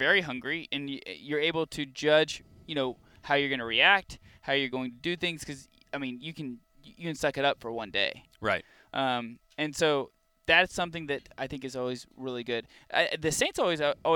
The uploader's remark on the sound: Live from The Catholic Man Show Campout 2022 at Clear Creek Abbey. Take questions from the campout attendees.